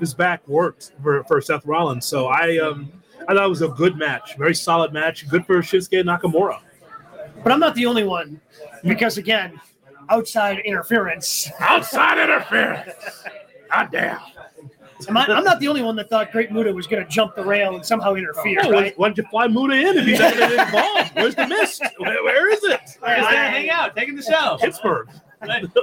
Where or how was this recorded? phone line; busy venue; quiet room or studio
busy venue